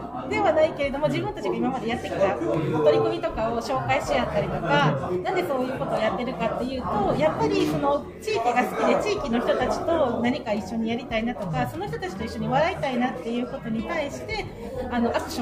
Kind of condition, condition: setting, busy venue